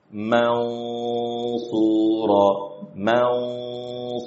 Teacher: Karena nun sukun bertemu dengan sad dan sad itu huruf apa? Huruf mufakham, maka suara nunnya itu pun tebal.